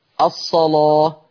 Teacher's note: قرأ ورش بتغليظ اللام في لفظ الصلاة